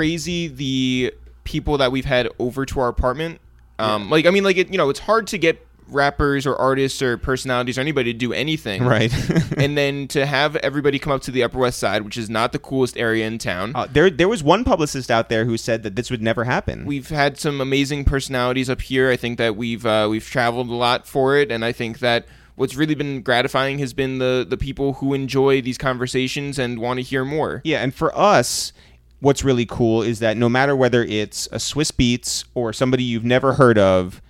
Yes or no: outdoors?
no